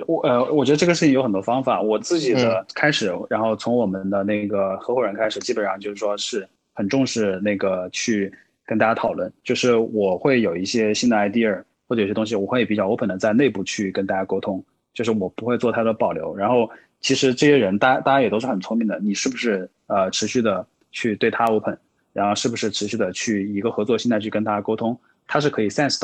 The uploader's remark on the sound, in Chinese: 在 ClubHouse 上做的 Live 录制，期间也有听众们参与提问